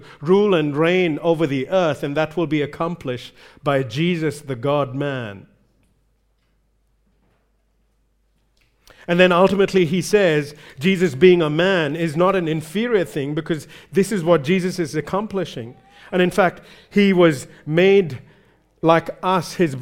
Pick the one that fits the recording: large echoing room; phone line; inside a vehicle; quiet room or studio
large echoing room